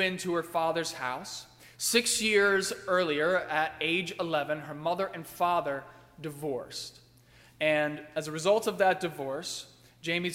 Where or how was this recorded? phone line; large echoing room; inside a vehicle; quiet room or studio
large echoing room